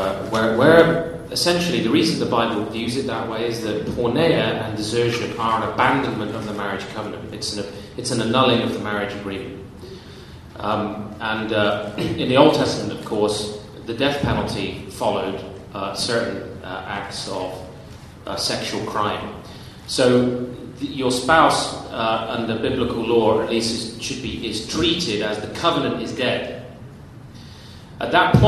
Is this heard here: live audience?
yes